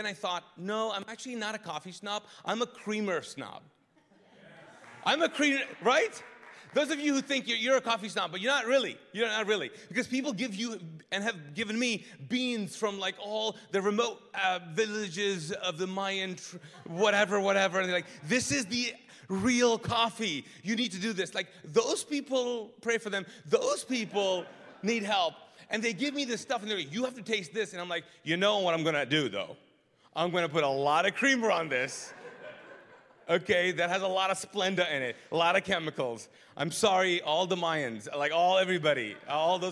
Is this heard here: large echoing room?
yes